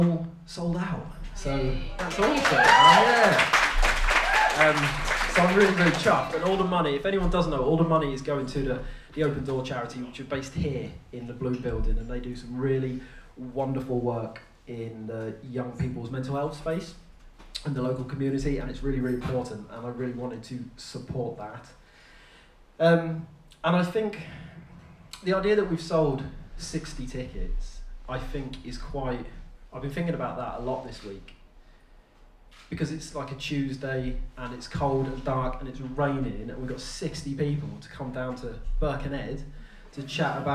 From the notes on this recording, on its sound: The Proper Mental Live Show was recorded in front of an audience. To chat to on stage!